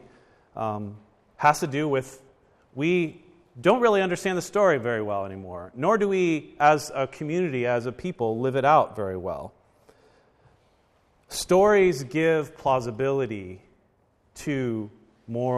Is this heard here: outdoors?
no